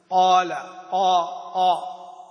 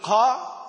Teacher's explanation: القاف غير مهموسة هي على وصف سيبويه وعلى وصف علماء التجويد كافة هي غير مهموسة · Shown in: first take · قال آ آ، أما يقول قا هذه المهموسة، قا قا، وهذا موجود للأسف عند كثير من القراء بس غير المتقنين.